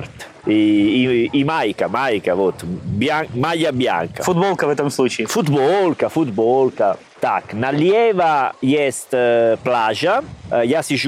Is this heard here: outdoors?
yes